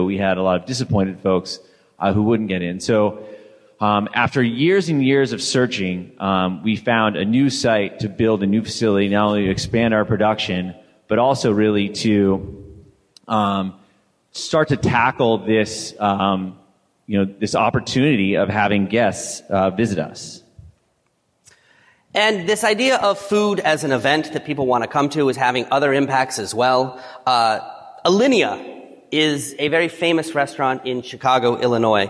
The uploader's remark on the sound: 2017 FNCE Presentation